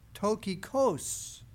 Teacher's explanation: Now in the Strong's Concordance, he gives the Greek pronunciation, which puts the accent on the last syllable.